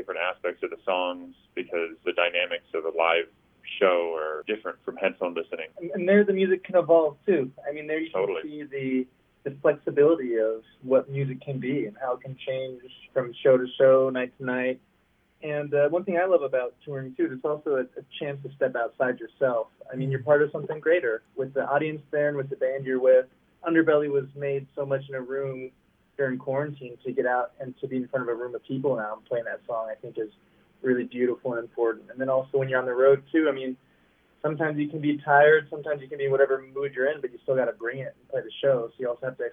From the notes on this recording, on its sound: In this engaging, fun, and heartfelt phone interview.